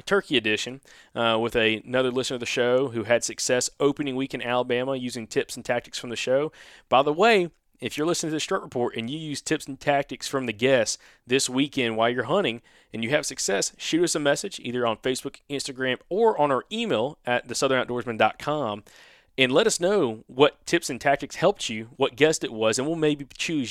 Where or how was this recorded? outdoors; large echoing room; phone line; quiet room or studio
quiet room or studio